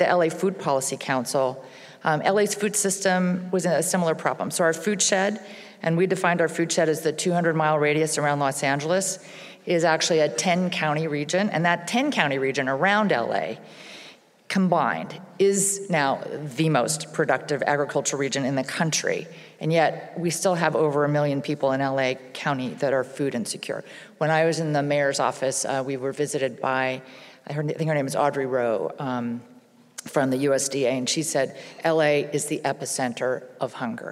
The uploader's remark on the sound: Capture the sights and sounds of the summit’s prominent speakers at an event. Food professionals from across the country gathered in Atlanta, GA.